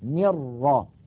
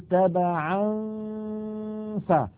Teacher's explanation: الغنة باقية والجزء اللساني من النون معدوم · Shown in: second take · Term: الإخفاء